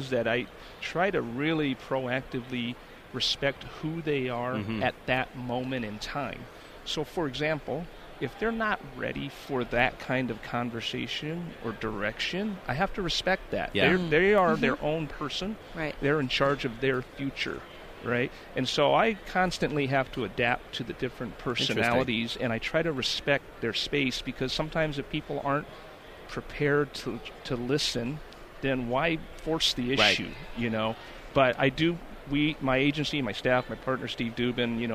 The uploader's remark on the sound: From Radio Row in Atlanta